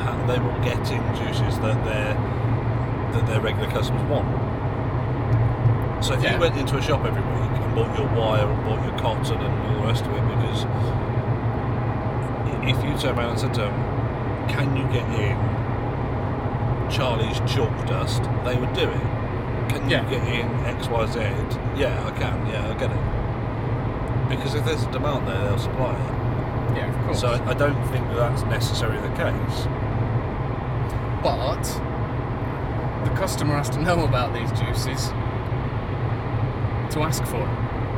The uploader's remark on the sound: Vape Jam UK Special. We spent way too much time in the pub, and barely any time recording. As per usual with live recordings, the audio is not of studio quality. Most of it was recorded in the car!! I also recorded the end section using the wrong microphone and just didn't have the time to rerecord it.